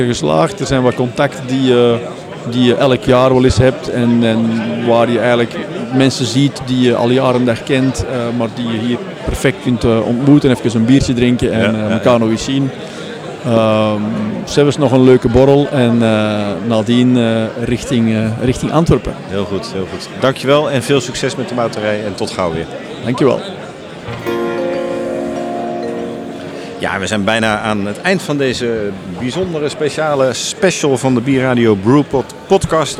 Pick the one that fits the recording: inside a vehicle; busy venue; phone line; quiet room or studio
busy venue